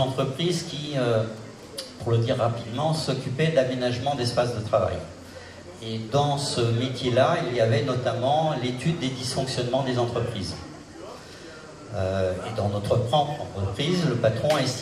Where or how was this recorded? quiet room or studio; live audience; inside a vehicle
live audience